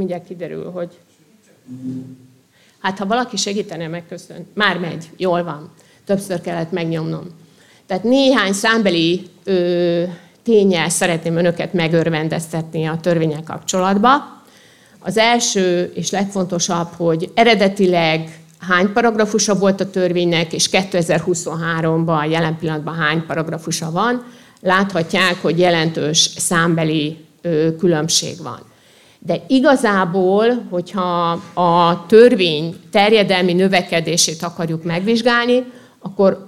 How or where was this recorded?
live audience